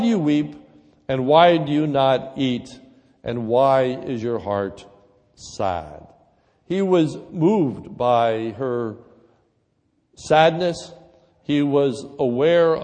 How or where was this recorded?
large echoing room